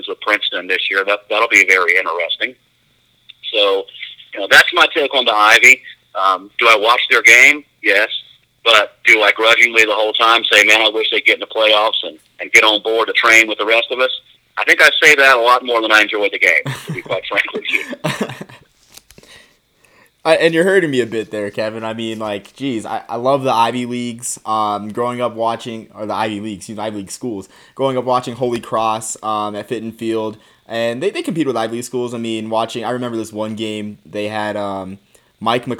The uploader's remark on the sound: hopped on the phone